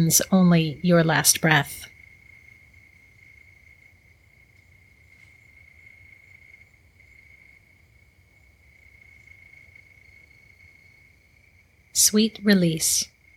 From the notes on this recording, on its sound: To the calming sounds of a forest at night. ASMR warning.